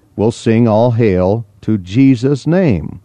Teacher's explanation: the even-numbered syllables are the stressed ones. A 6-syllable line will be in the pattern W-S, W-S, W-S.